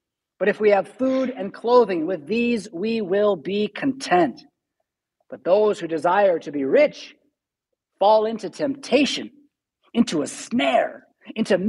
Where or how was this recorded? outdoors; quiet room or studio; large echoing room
large echoing room